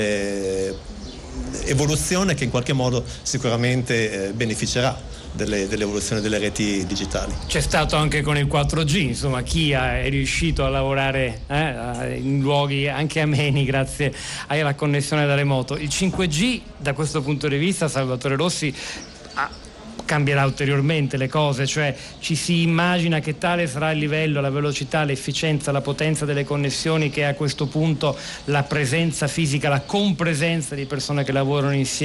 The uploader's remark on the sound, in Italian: diretta dal Festival dell&#39;Economia di Trento